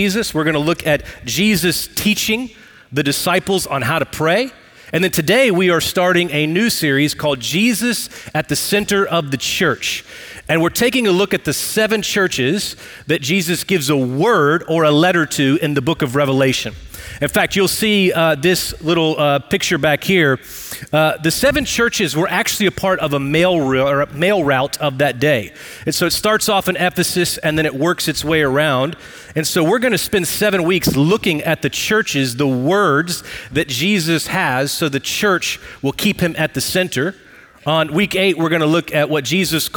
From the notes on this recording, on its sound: Recorded live at Brookwood Church.